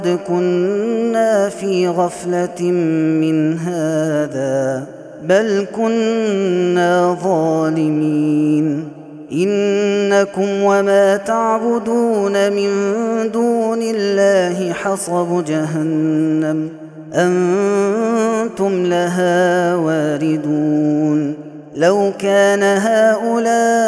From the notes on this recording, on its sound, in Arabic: هذا التسجيل من صلاة التراويح